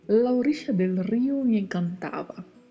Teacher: E você também deve atentar-se para a pronúncia da letra B na palavra encantava, porque ela tem um leve som de V